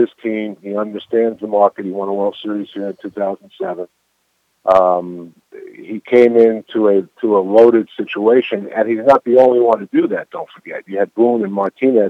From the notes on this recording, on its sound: Pre-recorded interview. On the phone at 10:25.